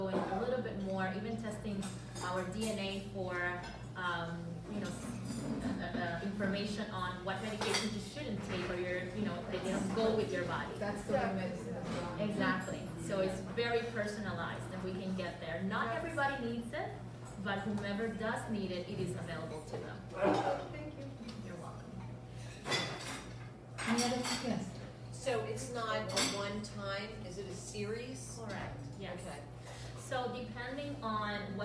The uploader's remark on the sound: Farmers Table event. Broadcasting LIVE from Farmers Table in Boca Raton with Liquivida Lounge.